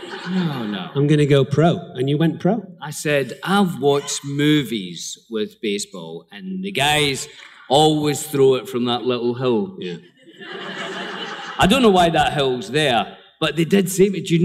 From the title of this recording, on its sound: Live at the Fan Expo in Boston!